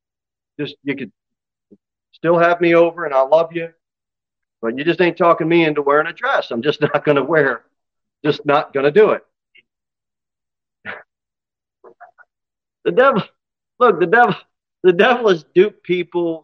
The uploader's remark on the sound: Sermon delivered at Pilgrim Baptist Church on Sunday, May 7, 2023, at 2:15 pm. Jere Whitson Rd.